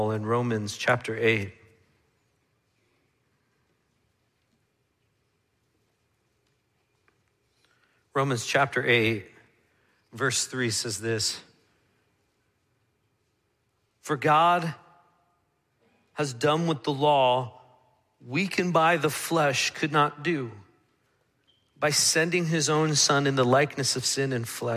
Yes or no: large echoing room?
yes